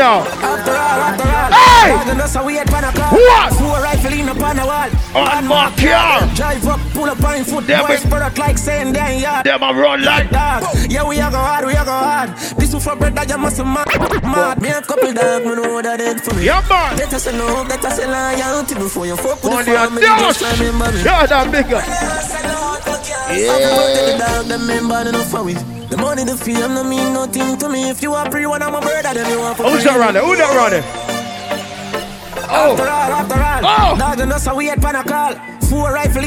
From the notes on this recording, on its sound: Live Set From Love & Affection 2023